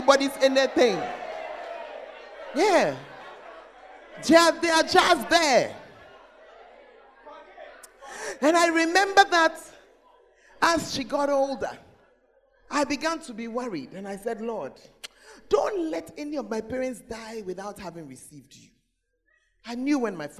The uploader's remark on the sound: Preached At The First Love Church Ayeduase (Gathering Service).